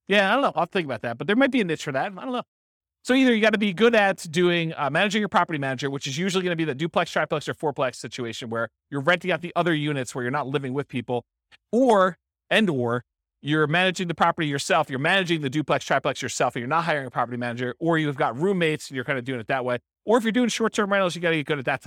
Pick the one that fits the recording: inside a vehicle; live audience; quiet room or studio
live audience